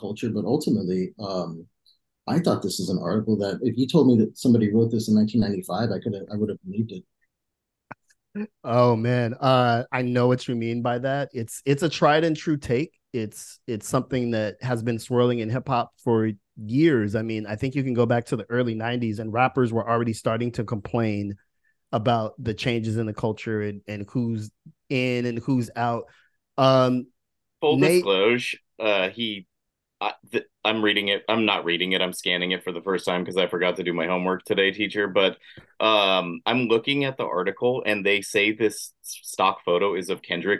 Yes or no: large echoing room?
no